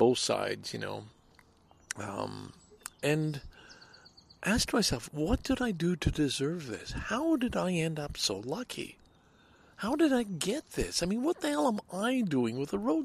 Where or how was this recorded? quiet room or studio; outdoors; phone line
outdoors